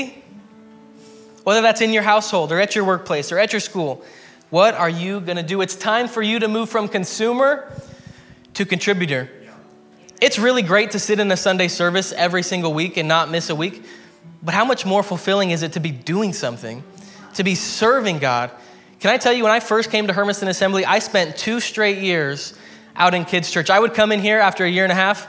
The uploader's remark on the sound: preached at Hermiston Assembly